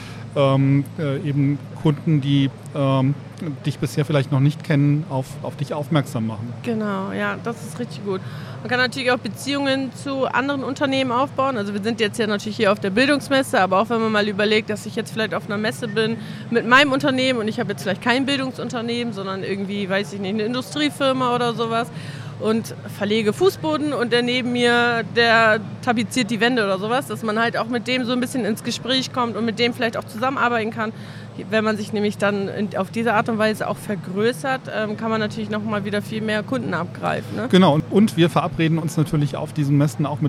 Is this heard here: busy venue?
yes